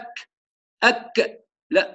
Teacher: فنسمع صوت الكاف المهموسة كأنها مقلقلة نتيجة أن القارئ يعتمد بقوة على المخرج